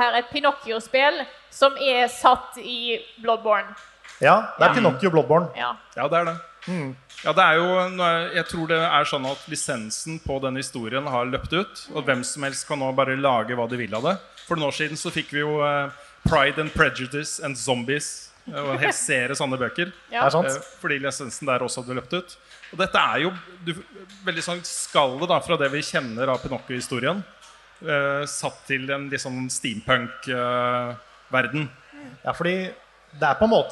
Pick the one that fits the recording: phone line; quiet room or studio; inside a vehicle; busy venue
busy venue